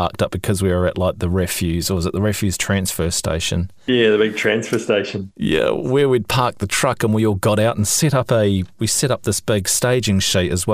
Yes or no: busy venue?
no